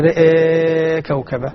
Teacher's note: ورش يقللها إذا لم يأتي بعدها سكون. فلذلك يقلل الأولى رأى كوكبة مع التوسط البدل والذي نقرأ رأى كوكبة. · Term: تقليل